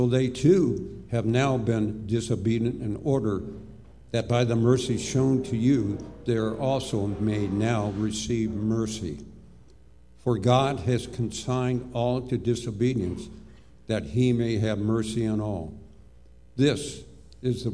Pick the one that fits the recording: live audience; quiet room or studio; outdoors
live audience